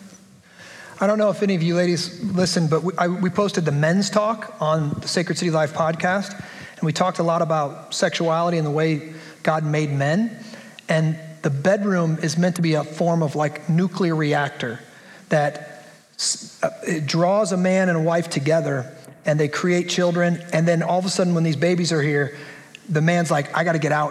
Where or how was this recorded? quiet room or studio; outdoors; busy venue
busy venue